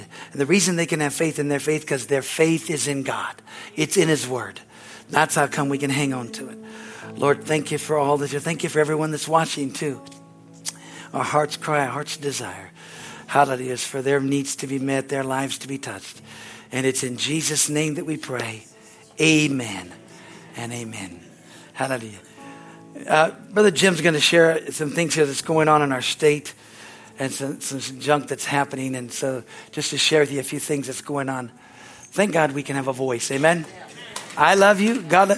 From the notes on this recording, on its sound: from the Sunday service on August 20, 2023 at Harvest Bible Church in Stockton, California